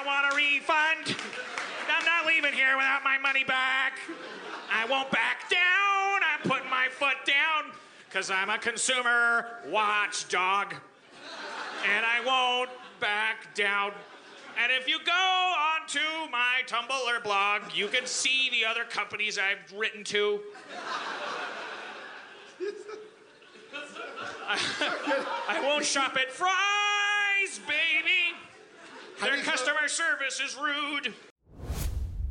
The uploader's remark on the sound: LIVE from The Tin Roof in San Diego.